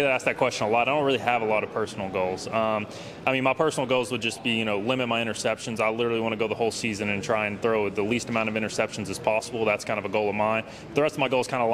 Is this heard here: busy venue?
yes